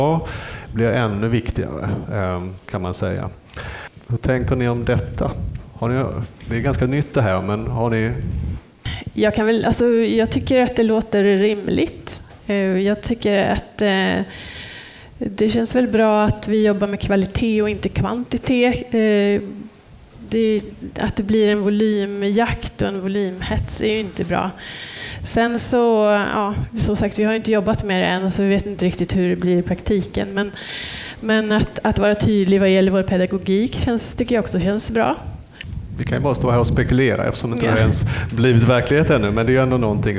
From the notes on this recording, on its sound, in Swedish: Folkbildningspodden samsänder med ABF-förbundet live inför en publik med verksamhetsutvecklare från hela landet